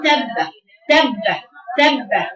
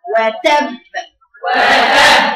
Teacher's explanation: لان الباء فيها جهر ما ينفعش اخليها فيها هواء · Shown in: second take